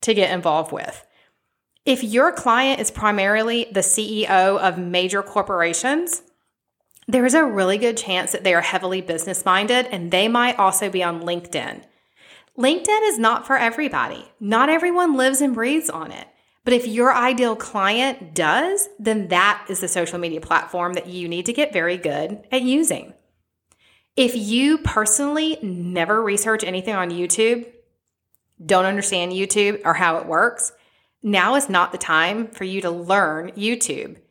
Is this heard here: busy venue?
no